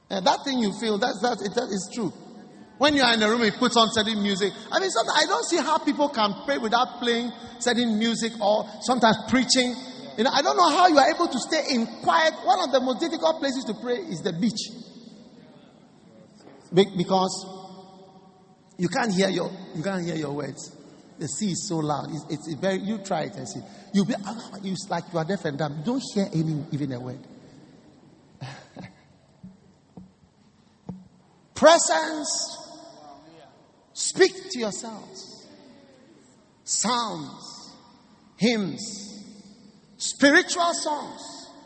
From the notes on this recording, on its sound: Preached at the First Love Center, Accra.